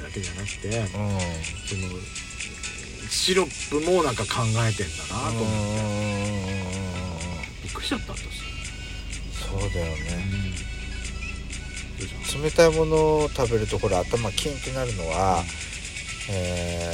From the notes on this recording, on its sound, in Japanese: パーキング収録